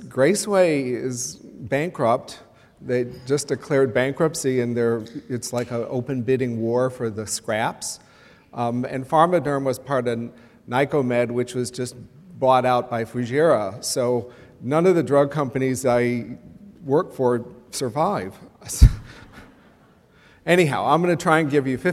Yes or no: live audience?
yes